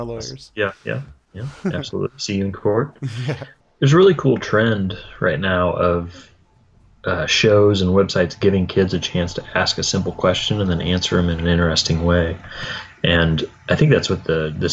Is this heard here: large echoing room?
no